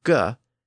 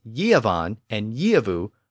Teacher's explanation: the original Germanic G sound, G, shifted to a Y sound in Old English when the sound appeared before the front vowels, specifically E and I. So linguists know with a fair amount of certainty that the English words gievan and gievu were pronounced as yevan and yevu by the time of late Old English.